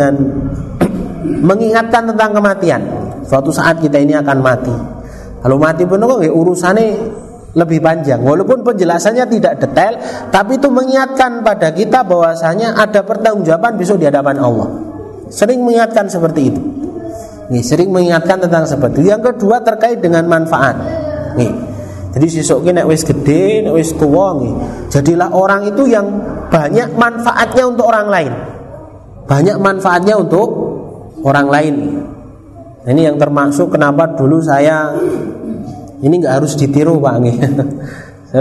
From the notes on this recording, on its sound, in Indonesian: Rekaman Kajian Majelis Pengajian Islam. Di Masjid Al Hidayah Druwo, Sewon, Bantul rutin setiap hari Rabu selepas sholat magrib sampai dengan isya yang diselenggarakan oleh FKAM Yogyakarta dan Takmir Masjid Al Hidayah Druwo.